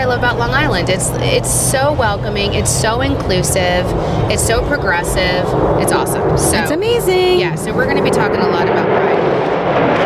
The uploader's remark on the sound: On Location at the Bethpage Air Show at Jones Beach